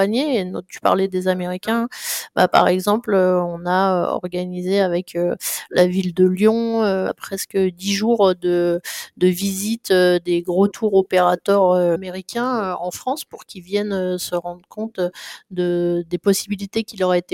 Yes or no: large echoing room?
no